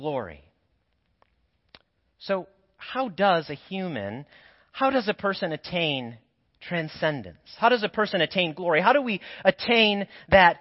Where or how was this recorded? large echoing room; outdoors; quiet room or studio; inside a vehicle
large echoing room